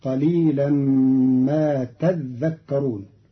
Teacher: قرأ قالون كلمة تذكرون بتشديد الذال فتصير قليلا ما تذكرون، فأصلها تتذكرون فأدغم التاء الثانية في الذال.